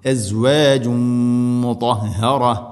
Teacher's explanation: തൻവീനിനെ മീമിലേക്ക് കൂട്ടി ലയിപ്പിച്ച് മണിച്ചുകൊണ്ട് ഉച്ചരിക്കണം · Term: ഇദ്ഗാം ബിഗുന്ന